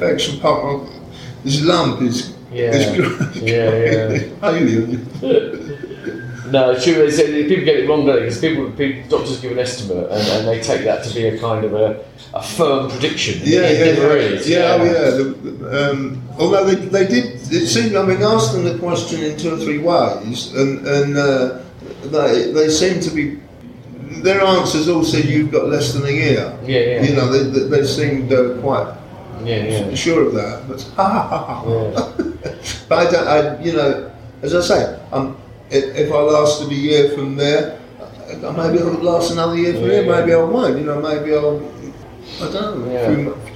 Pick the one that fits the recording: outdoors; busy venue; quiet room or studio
busy venue